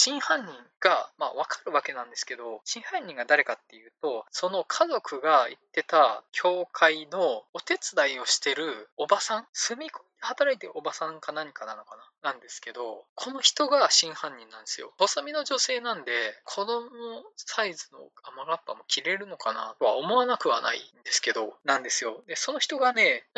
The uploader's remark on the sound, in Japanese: 音質が悪すぎたため、可能な限りで音質改善しました。(でも全然音悪いです。)